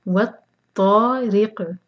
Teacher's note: را کے نیچے کسرہ، را باریک، اور قاف پر رکیں گے تو قاف پر قلقلہ کرنا ہوگا